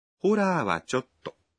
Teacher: Вы останавливаетесь на середине фразы в таких выражениях, чтобы не звучать слишком грубо. Когда произносите «чотто», задержите дыхание на секунду после слова «чо».